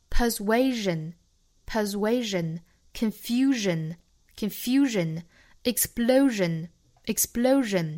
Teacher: 都是发浊辅音日的样子，而不是诗